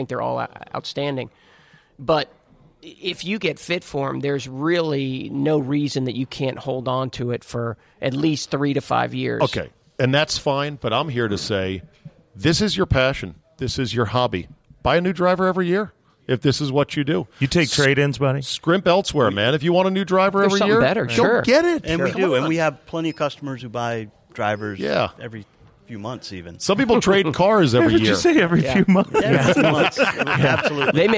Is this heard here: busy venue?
yes